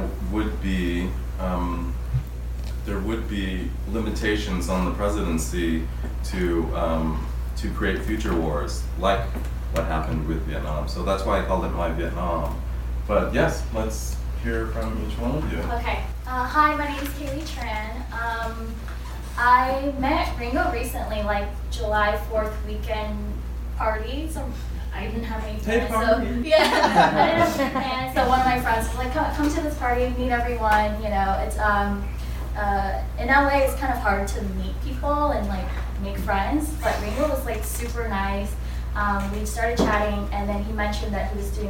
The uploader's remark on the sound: Film Script Live Reading Event with Famous Actors at the Celebration Theater, Hollywood, California.